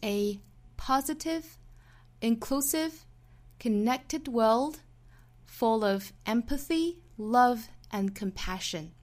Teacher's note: 就是我们在列举事物的时候用升升降的语调模式，也就是 positive 升调 inclusive 升调 connected world 在 world 位置上升调，后面又带出 full of empathy love and